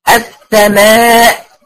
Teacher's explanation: واقف عليها بصوت شديد ومجهور. ما يطلعش مني ارتجاع للصوت كأن حد بيتقيأ. · Term: الهمزه اللي بعد المد